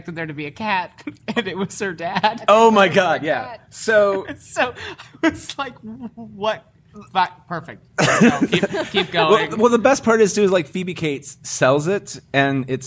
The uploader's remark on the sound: This episode is live from MadLab Theater